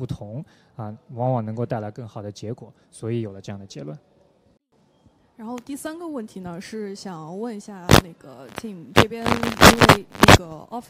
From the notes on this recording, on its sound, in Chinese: 在 UCAN 2019 阿里巴巴设计大会的现场